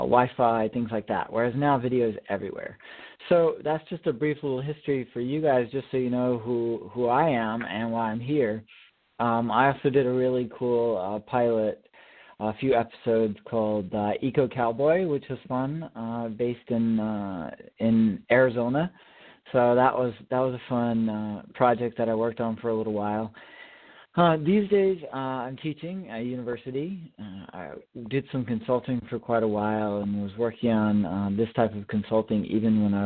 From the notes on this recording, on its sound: Call in questions